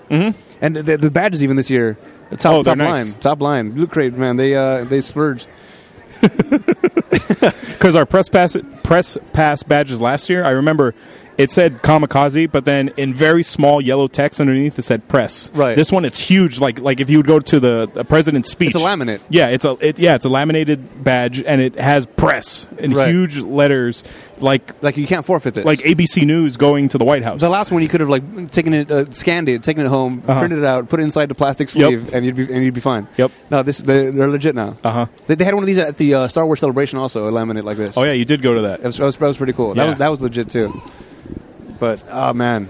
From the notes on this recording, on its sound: Live from the floor of Comikaze